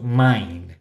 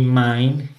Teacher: En español no hay palabras que terminen con más de una consonante, como les decía, por lo que muchos hispanohablantes, sin darse cuenta, pueden omitir la última consonante, ya que resulta difícil de pronunciar.